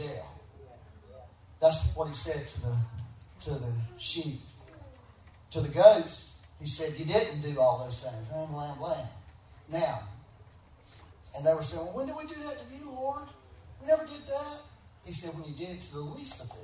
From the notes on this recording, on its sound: Please excuse the poor quality. We had some technical difficulties recording this Sunday.